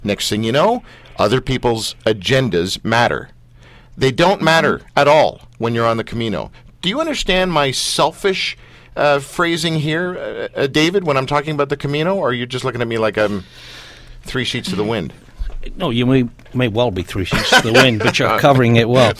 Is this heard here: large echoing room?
no